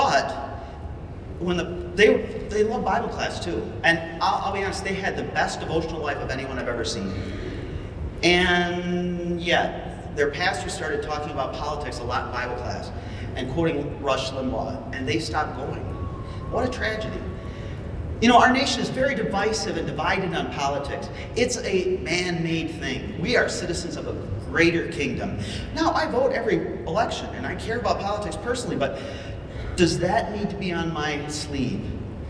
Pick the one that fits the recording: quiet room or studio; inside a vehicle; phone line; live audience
live audience